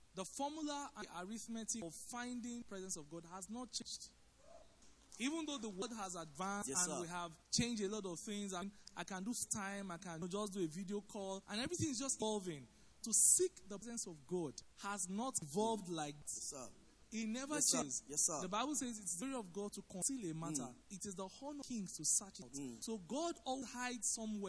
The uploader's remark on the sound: Recorded live at our Interactive Service